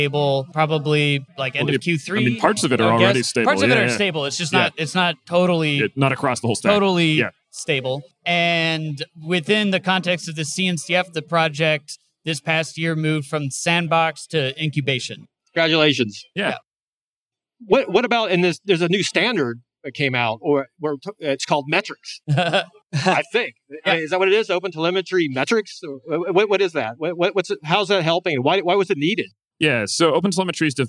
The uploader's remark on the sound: Recorded on the show floor of KubeCon + CloudNativeCon Europe 2022 in Valencia, Spain.